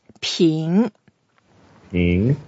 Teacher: And the first tone is flat. Second tone, it goes up. So we go up a little bit.